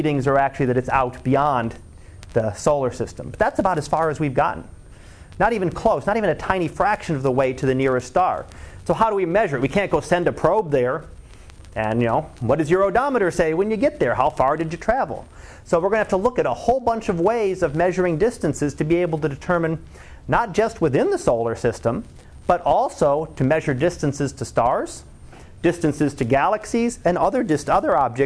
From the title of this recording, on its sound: Live Class Lecture